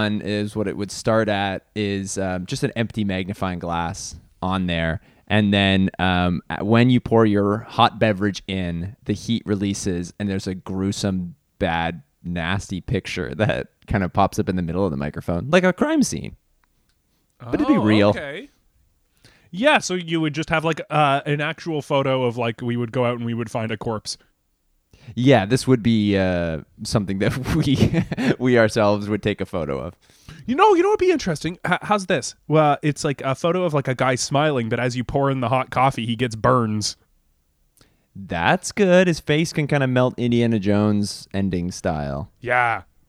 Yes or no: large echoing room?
no